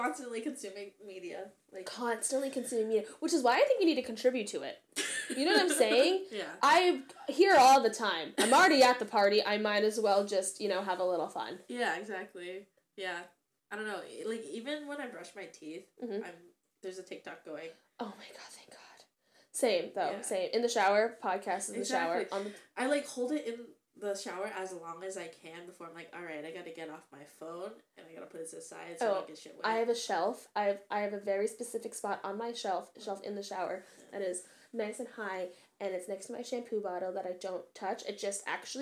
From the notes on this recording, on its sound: I don't know how to mix audio properly so turn your volume down and adjust accordingly lol.